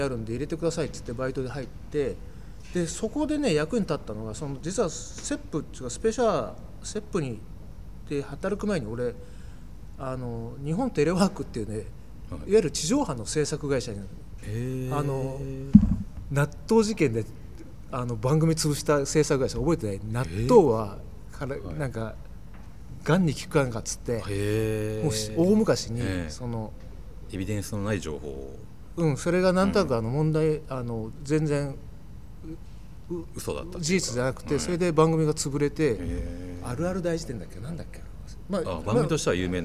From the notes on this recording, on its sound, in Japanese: 収録場所：東京カルチャーカルチャー（渋谷）